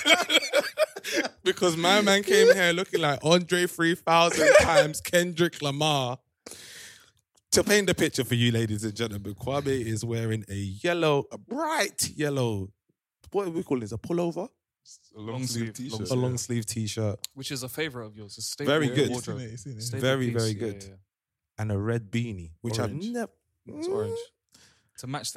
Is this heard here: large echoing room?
no